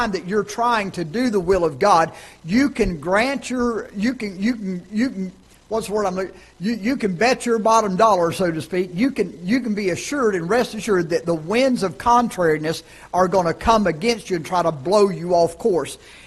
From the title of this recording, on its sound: Ketha Heights Baptist Church ~ Live Broadcast